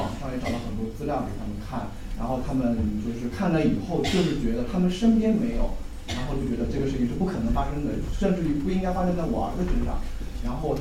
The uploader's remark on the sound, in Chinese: 亲子交流指导会。390shanghai 温馨咖啡馆走起！基中营广播第一时间去到活动现场，为大家带来活动现场最真实的声音。